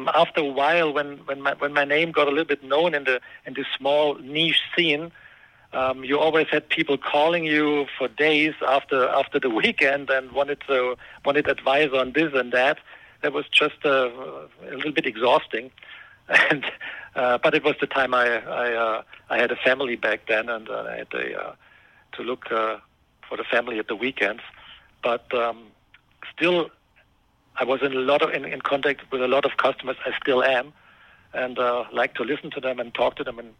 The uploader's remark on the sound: calls in from Germany